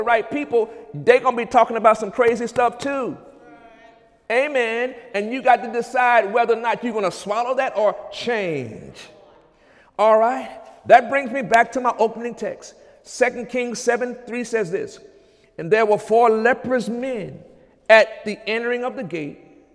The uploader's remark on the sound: During Sunday morning service on March 5, 2017